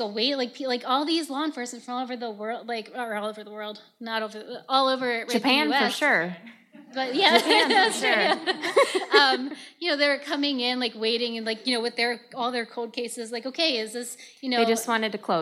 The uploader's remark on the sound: We celebrated with a live show at The Robin Theatre.